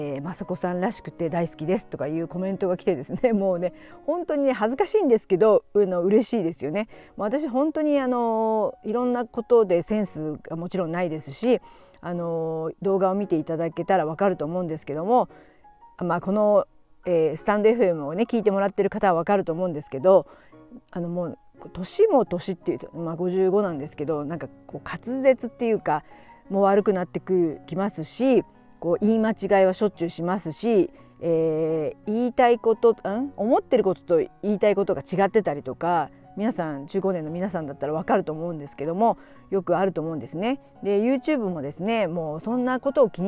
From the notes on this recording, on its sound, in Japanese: 京都で、歩きながらおしゃべりして最高。